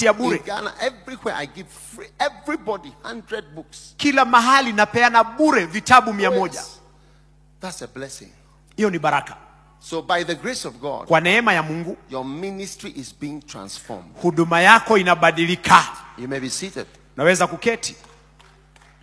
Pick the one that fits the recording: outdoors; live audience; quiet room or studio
live audience